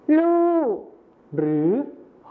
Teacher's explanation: นี่ก็จะเป็นการเปลี่ยนเสียงพยัญชนะต้นเดียวนะครับก็คือรอเรือในภาษาไทยมาตรฐานนะครับไปเป็นพยัญชนะต้นเดียวในภาษาถิ่นอีสานก็คือลอลิงกับฮอนฮู้นั่นเองครับ